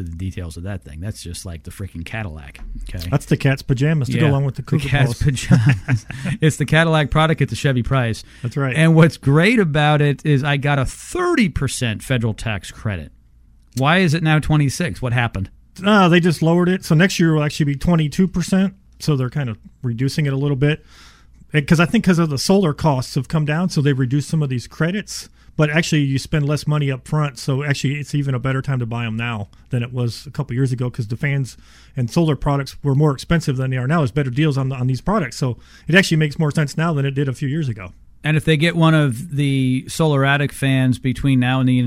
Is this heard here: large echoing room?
no